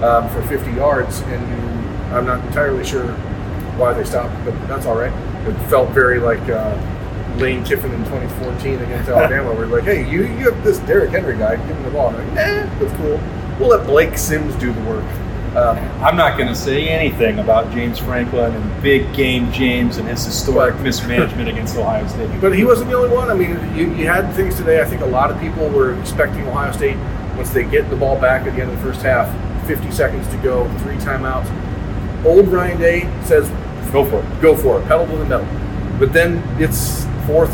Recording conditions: poor sound quality